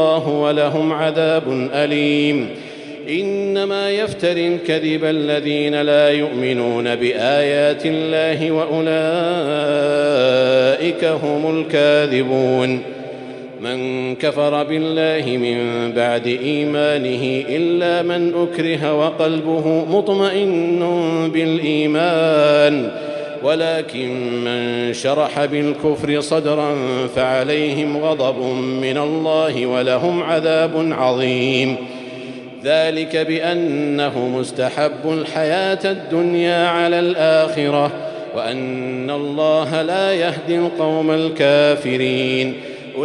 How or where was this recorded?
large echoing room